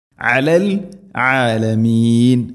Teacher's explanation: ആയിനിൻ്റെ ഉച്ചാരണം തൊണ്ടയുടെ മധ്യഭാഗം ശ്രദ്ധിക്കണം